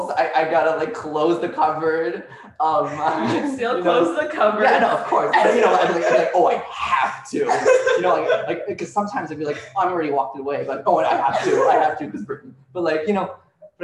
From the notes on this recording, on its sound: Featuring ding tones throughout because we are the jankiest production. Special thanks to our live audience.